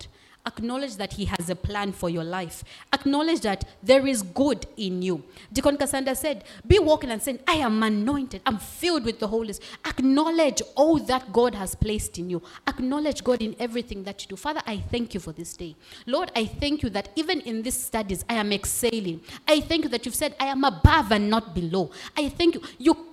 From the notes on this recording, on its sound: In front of a live audience at the Young Adults Conference 2022.